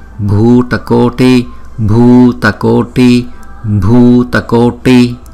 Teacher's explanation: Chữ B và chữ H đọc âm bật là B